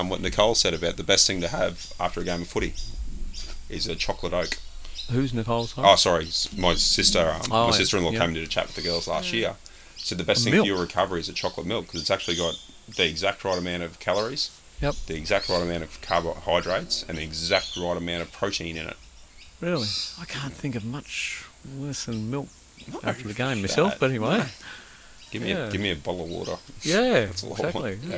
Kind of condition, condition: fault, sounds in the background